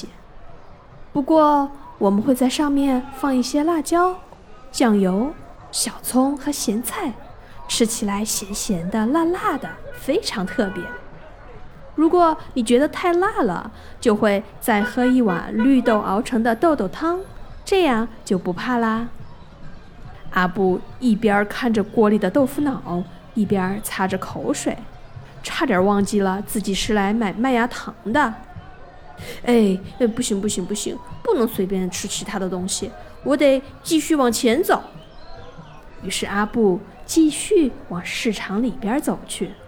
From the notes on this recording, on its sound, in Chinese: 市场环境氛围